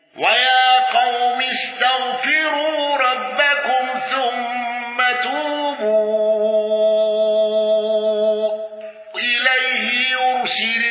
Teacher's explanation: خلاد بالسكت على المد المنفصل